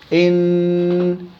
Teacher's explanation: طرف اللسان ماسك باللثة الجوانية الفوق الثنايا العليا